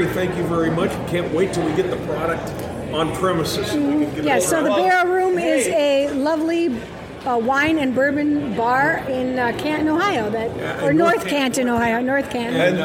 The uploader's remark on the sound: Kick off this years bourbon capitals barbecue challenge at log still distillery in Gethsemane Kentucky! We are podcasting right from the festival.